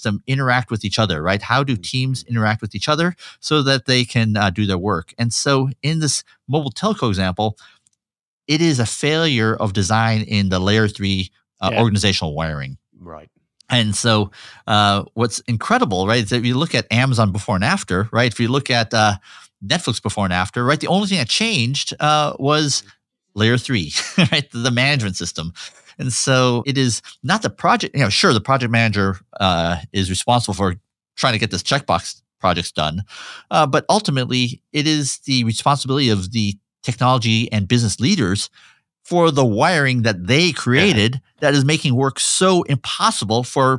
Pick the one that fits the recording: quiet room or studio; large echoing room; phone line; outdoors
quiet room or studio